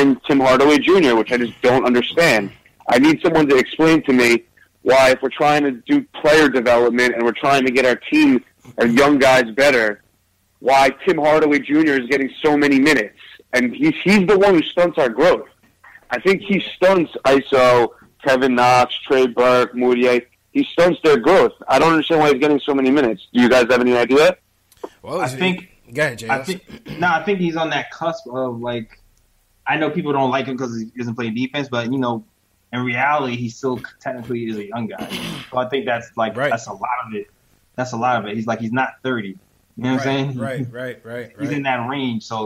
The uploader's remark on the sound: Knicks Post Game Live. Take live phone calls from fans around the world.